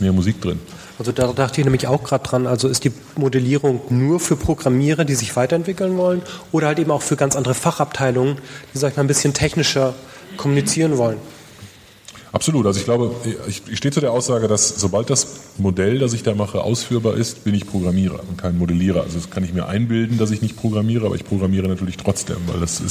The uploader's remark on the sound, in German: Der SoftwareArchitekTOUR-Podcast ging tatsächlich auf Tour und besuchte die rheinjug in Düsseldorf, um im Rahmen einer Podiumsdiskussion.